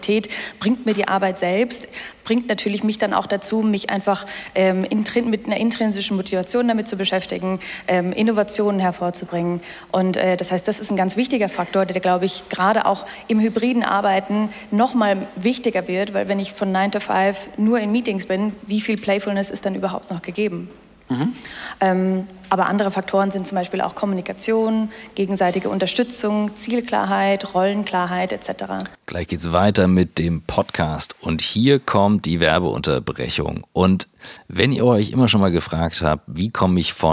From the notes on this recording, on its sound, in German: heute live von der Work Awesome